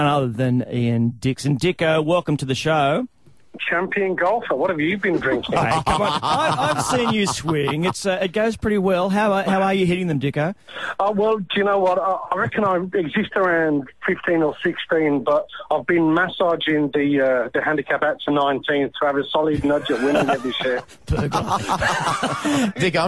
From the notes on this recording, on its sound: Blokes call in and tell us